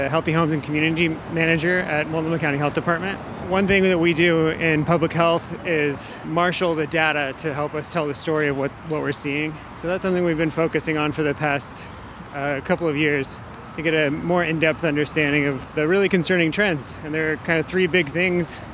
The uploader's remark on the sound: The World Day of Remembrance for Road Traffic Victims event that was held in Portland. You'll hear interviews recorded while walking from Lloyd Center to a memorial and speeches at Veterans Memorial Coliseum, speeches made at the demonstration. The event was organized by The Street Trust, Oregon Walks, and Families for Safe Streets OR/WA.